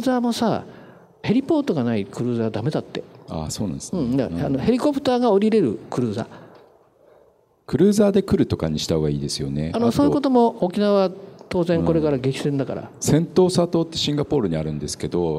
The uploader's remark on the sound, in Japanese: 大阪公開収録